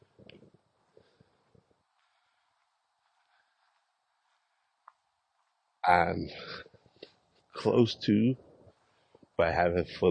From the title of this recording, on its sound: Walk Recording